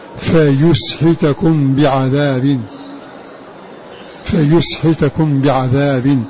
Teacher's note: قرأ بضم الياء وكسر حاء فيسحتكم بعذاب